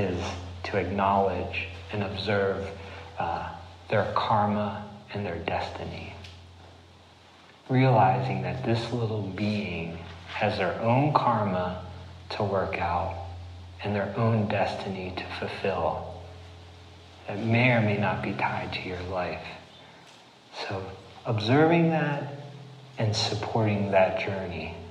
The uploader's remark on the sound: this recording of a recent talk he gave at The Siskiyou School in Ashland Oregon on 12/5/18